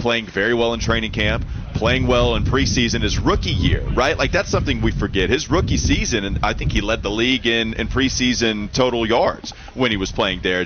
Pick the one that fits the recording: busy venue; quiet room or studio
busy venue